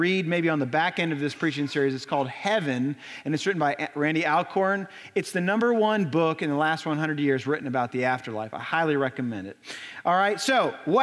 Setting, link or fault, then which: setting, large echoing room